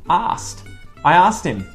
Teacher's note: It's very difficult to say quickly, so we often get rid of the K.